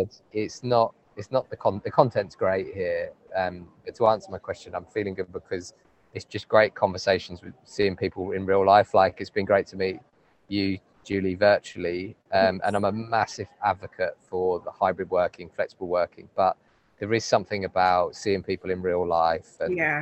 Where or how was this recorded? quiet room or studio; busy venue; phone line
busy venue